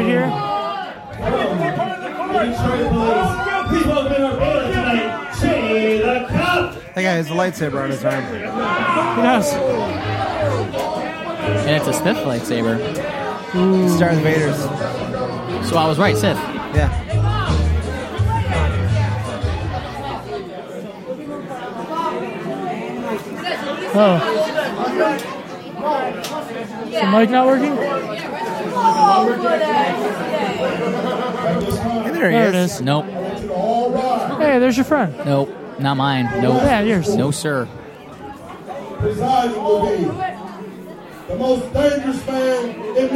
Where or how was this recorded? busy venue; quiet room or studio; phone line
busy venue